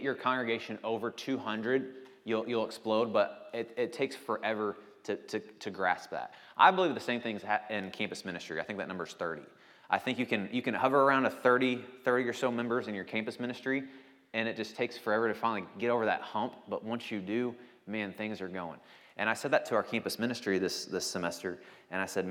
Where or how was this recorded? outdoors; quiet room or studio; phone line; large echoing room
large echoing room